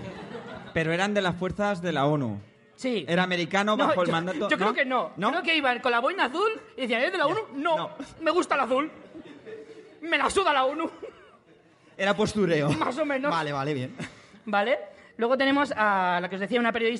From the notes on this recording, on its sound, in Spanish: Podcast en directo desde la primera edición de las Chulapod de Madrid.